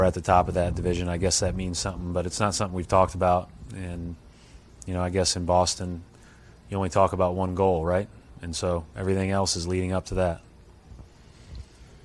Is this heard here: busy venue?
yes